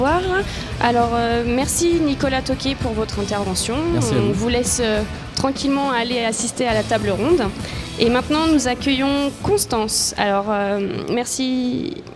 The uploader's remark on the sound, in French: Une émission spéciale en direct de la Cité des congrès pour couvrir les Journées scientifiques de l’Université de Nantes.